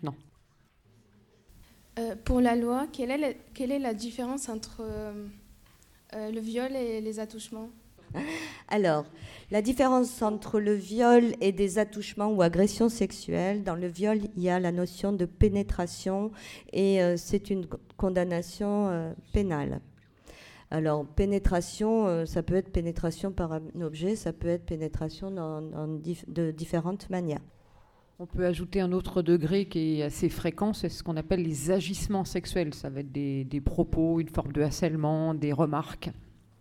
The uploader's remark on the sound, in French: Des extraits de l'émission de débat et d'échanges autour des violences faites aux femmes, avec le public lycéen.